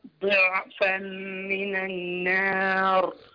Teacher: لو قلت ضعفا كده الضاد بقت دال · Term: افخم الضاد